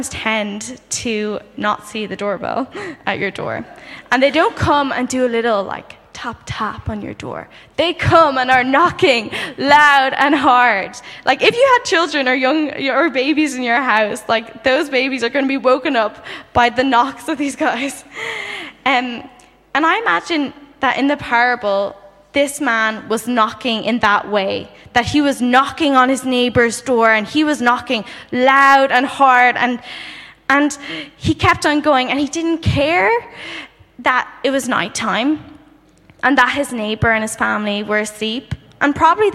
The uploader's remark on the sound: Saturday Morning Session of the 2023 Every Nation Campus Conference hosted by Every Nation Berlin